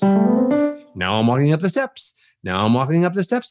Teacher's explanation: When I go from a low note to a high note, as if I was walking upstairs. · Term: ascending scale